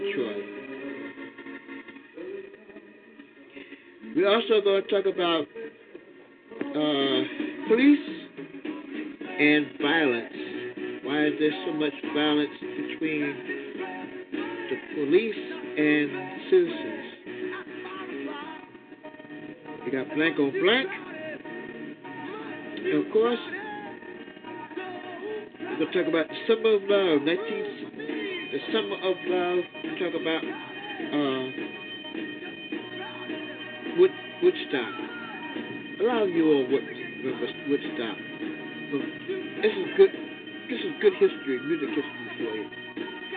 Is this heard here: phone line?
yes